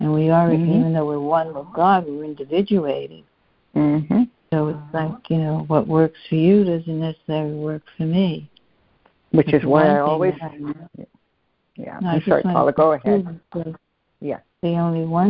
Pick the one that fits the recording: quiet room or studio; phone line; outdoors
phone line